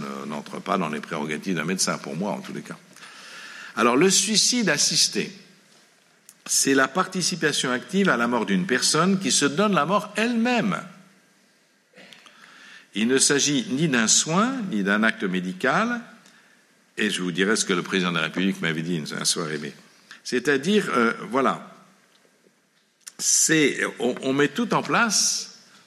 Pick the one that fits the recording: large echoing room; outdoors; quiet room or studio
large echoing room